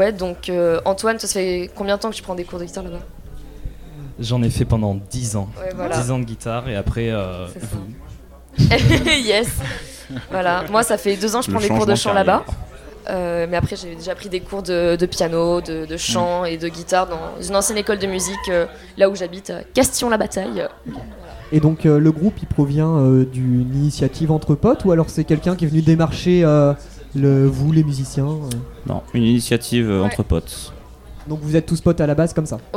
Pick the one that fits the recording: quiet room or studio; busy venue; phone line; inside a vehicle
busy venue